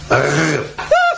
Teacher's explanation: se pronunță ducând vârful limbii până în cerul gurii și făcând o tremurătură. R. · Term: Consonanta R